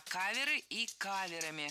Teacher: Не кавера и каверами, а каверы и каверами. Ударение в слове «кавер» всегда остается на первом слоге.